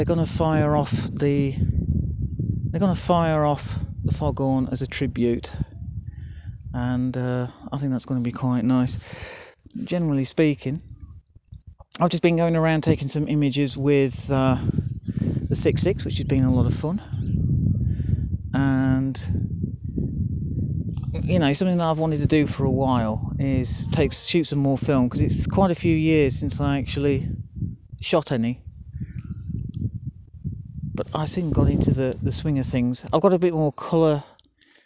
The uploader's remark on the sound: A special bonus podcast recorded on the Mull of Galloway in Scotland. Three separate recordings made over four days while photographing the Mull lighthouse. The weather conditions were fine but very windy which added to the fun of recording the podcast. Listen out at the end for the Mull Of Galloway foghorn!